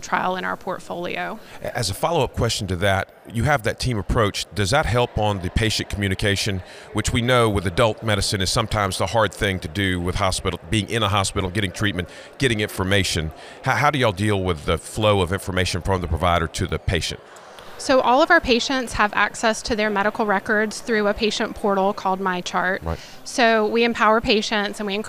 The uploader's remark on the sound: Coming to you from SCBIO’s 2023 annual conference